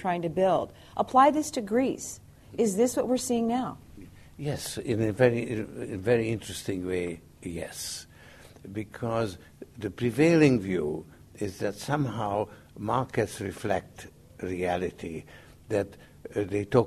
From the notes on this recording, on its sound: He's given 50 million dollars over ten years to set up the Institute for New Economic Thinking (INET), whose inaugural conference this is.